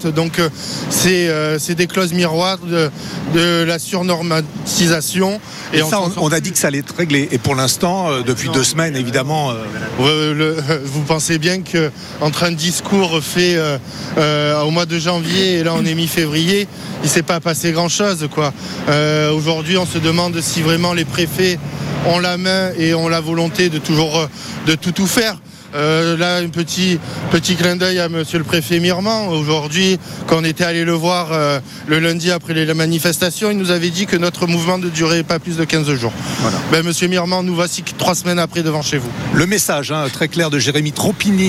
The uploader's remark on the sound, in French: En direct de la manifestation des agriculteurs